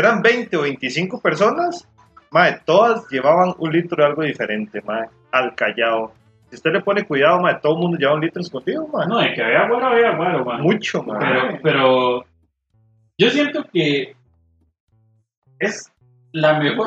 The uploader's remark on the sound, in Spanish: estamos perfeccionando nuestro estudio para tener un audio mas profesional el proximo capitulo